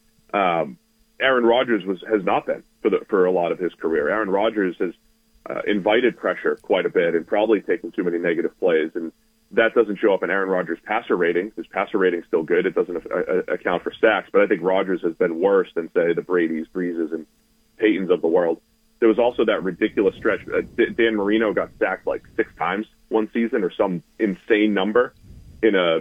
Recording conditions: phone line